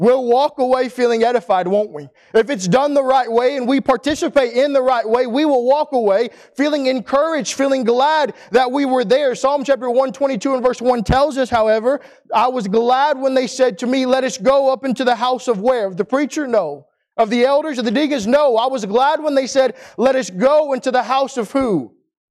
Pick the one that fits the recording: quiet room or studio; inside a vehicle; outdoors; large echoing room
large echoing room